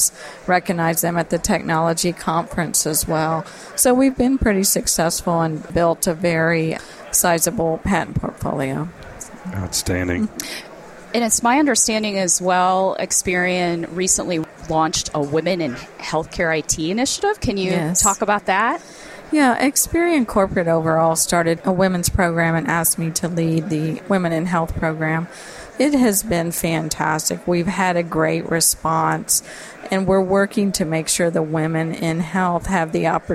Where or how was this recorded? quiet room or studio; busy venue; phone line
busy venue